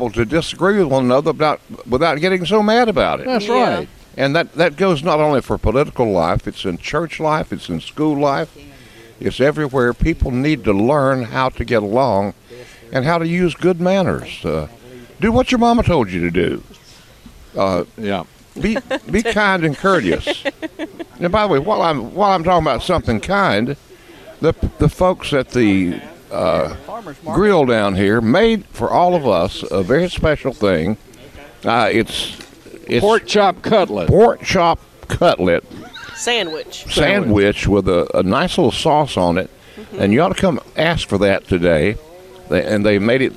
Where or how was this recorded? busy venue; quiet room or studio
busy venue